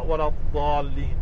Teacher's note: نحن أهل الشام وأهل مصر نقرأ الضالين وهي أقرب إلى الضاد المفخمة، إلى الدال المفخمة عفوا، نحن نقرأ ولا الضالين أقرب إلى الدال المفخمة · نحن نقرأ ولا الضالين أقرب إلى الدال المفخمة فنقرأ ولا الضالين.